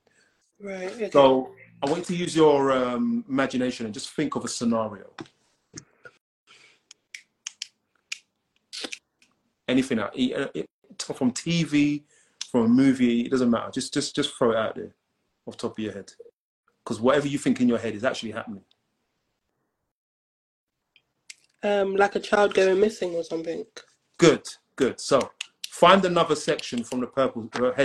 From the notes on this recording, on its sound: Instagram Live Session